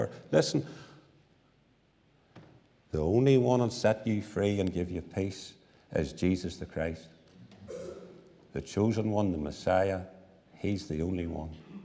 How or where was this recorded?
large echoing room